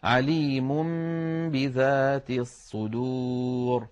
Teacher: لأن النون من طرف اللسان والباء من الشفتين، فإذا قلب النون التي هي لسانية وفيها غنة إلى حرف شفوي وفيه غنة وهو الميم فنطق ميما من الشفتين ثم باء من الشفتين بإطباقة واحدة كان هذا أسهل في النطق. · Term: الإقلاب